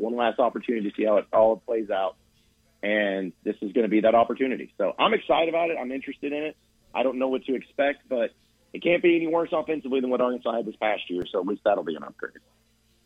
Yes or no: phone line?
yes